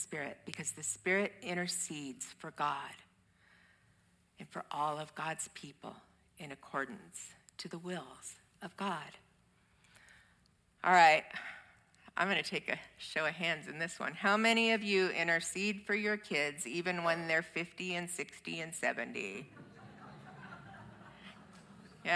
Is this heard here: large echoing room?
yes